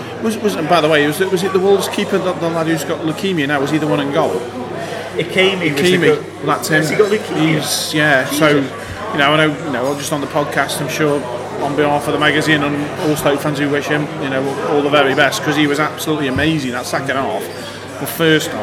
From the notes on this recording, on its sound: I went to the excellent Glebe pub. As you might expect with the interview being recorded in a pub on a Saturday night, there’s a fair bit of background noise.